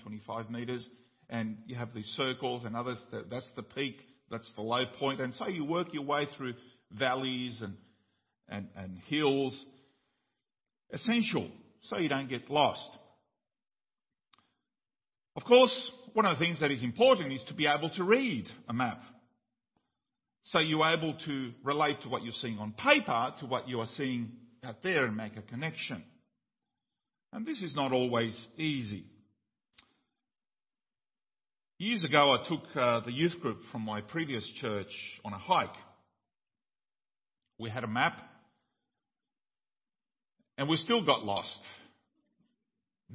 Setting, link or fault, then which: setting, large echoing room